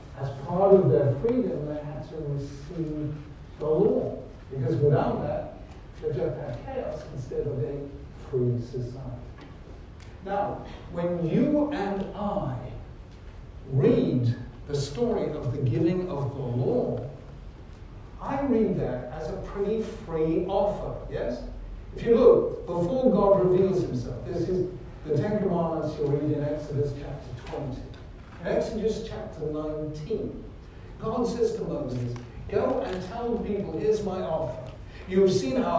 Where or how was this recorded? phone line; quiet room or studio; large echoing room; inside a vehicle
large echoing room